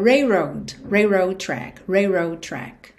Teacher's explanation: Essa manobra toda não dá tempo de acontecer aqui nessa música, nessa velocidade. Então acaba soando railroad, ou seja, você vai ignorar um pouquinho esse L